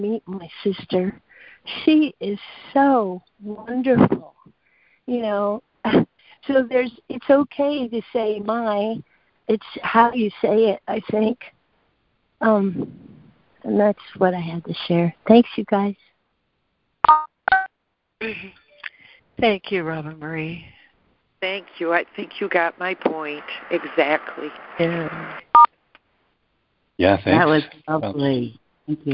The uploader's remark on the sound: ACIM Daily Conference Call